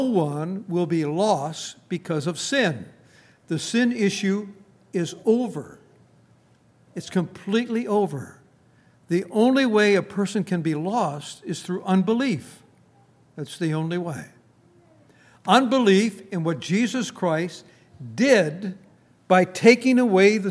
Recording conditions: large echoing room